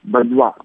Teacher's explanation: ударение на последнем слоге, как все во французском